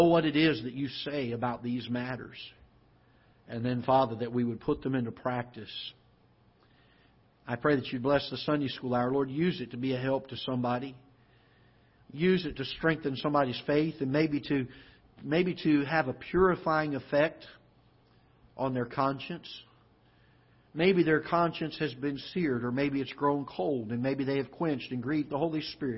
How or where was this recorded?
large echoing room